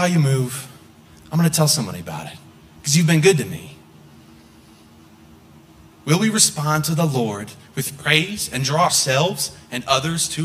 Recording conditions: large echoing room